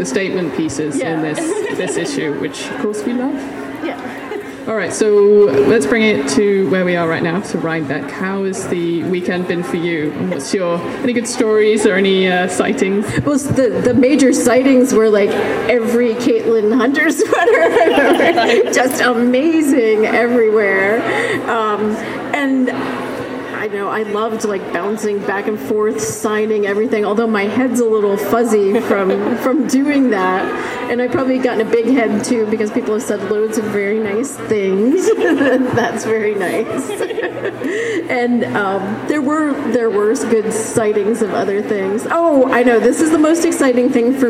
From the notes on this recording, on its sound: Another slice of Rhinebeck 2018 fun. Interview recorded live at the festival.